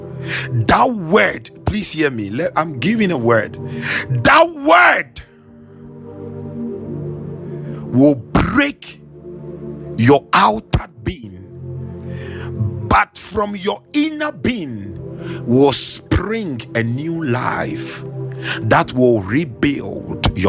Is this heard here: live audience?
no